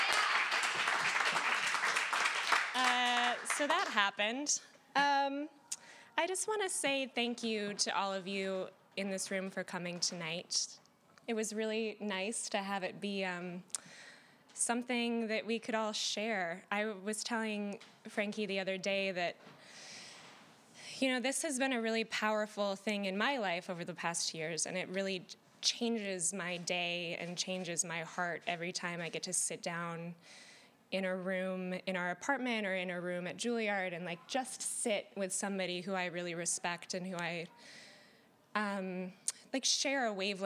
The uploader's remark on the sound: The 100th Episode Live Event (which occurred 11/19/17 in NYC).